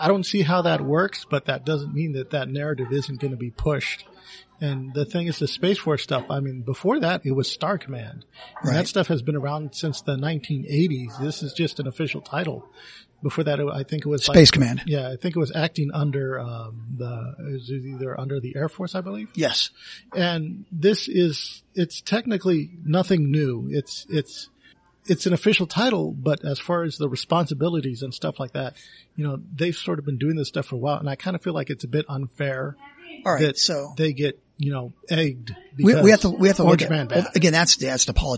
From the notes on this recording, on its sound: Note: apologies for sound quality, we were recording in a Filipino restaurant.